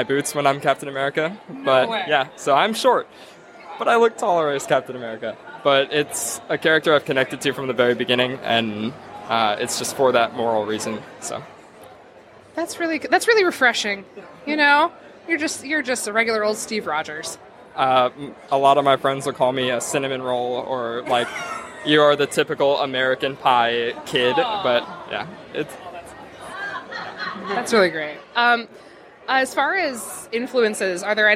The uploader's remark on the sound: Cosplay Confidential – Live at All Star Comicon. Live on the con floor at All Star.